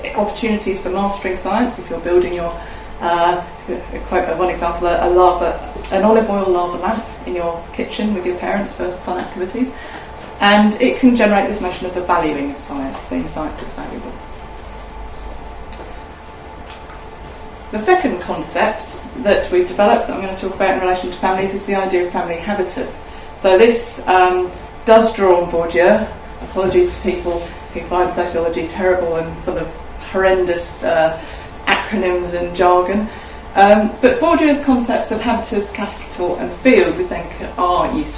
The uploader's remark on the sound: speaks at SRHE Access and Widening Participation Network